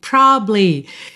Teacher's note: Muitas vezes essa sílaba do meio vai ser comida mesmo, tá? Depende um pouco se é letra de música, qual é a métrica da letra de música, se é fala do dia a dia, se você tá falando mais rápido ou mais devagar.